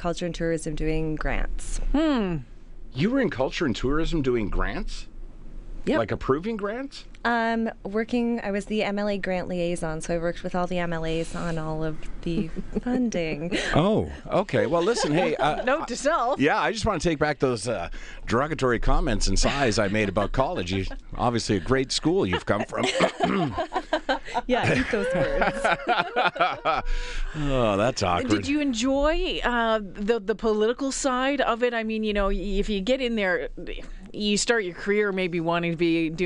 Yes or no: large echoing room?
no